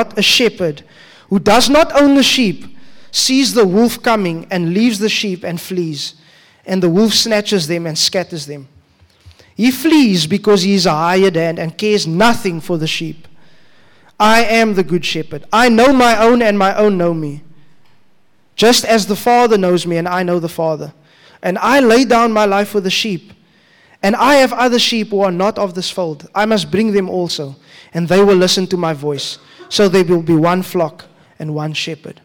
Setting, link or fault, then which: setting, live audience